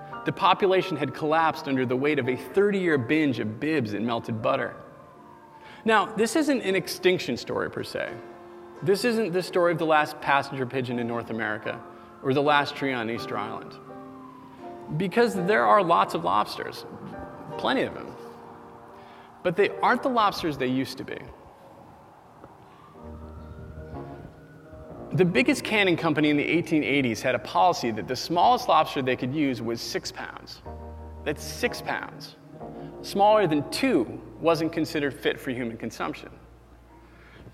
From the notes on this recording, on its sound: At Boing Boing: Ingenuity, our live theatrical event on August 18. Complete with sound effects that he manually triggered.